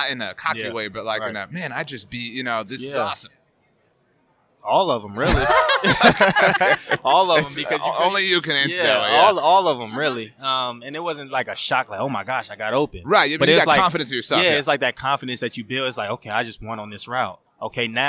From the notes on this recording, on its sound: on Super Bowl Radio Row!